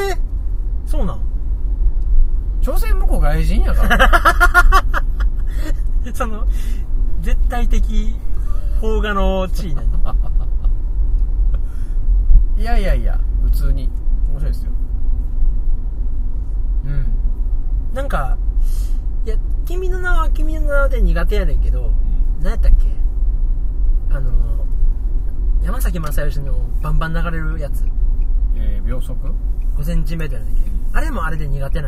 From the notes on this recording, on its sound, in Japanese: ラーメン食べた帰り道に収録しました。